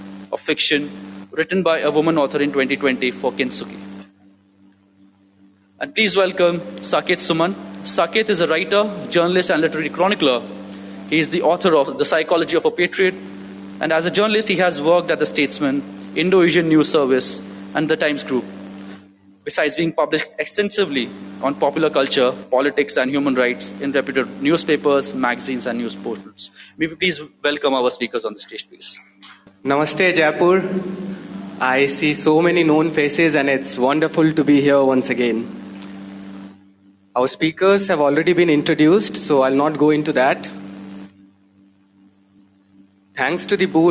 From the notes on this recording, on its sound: at Jaipur Literature Festival